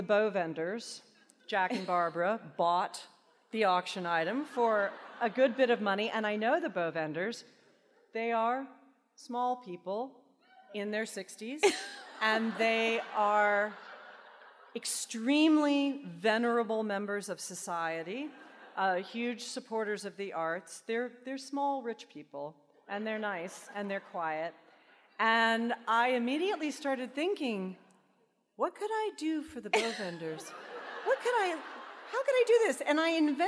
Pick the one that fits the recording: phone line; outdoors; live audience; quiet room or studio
live audience